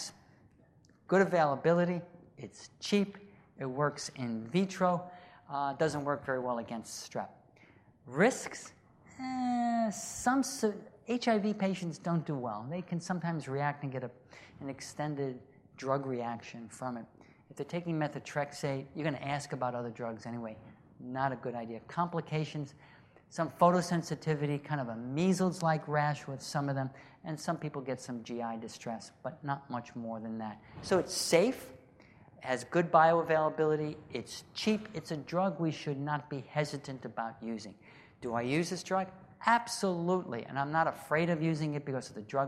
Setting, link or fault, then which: setting, large echoing room